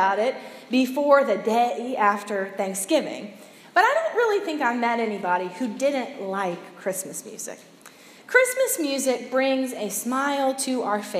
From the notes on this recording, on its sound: preached Sunday December 3, 2017 at Monumental United Methodist in Olde Towne, Portsmouth